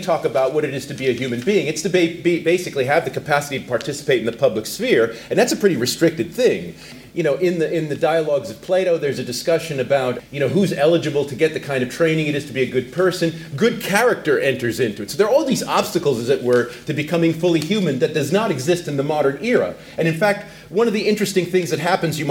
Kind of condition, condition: setting, busy venue